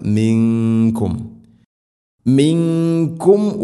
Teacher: ഇഖ്ഫാവും ബിഗുന്ന അവ്യക്തമാക്കി മണിക്കണം